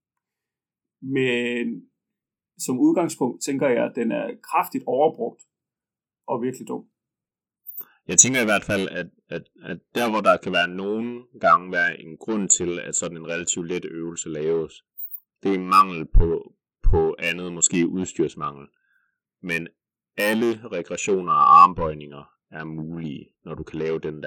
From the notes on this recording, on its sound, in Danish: Så har vi gjort vores bedste for at rydde og rode op i lidt krimskrams på linjen - så det lyder nok lidt mere som en telefonsamtale i kvaliteten, end den vanlige studie kvalitet.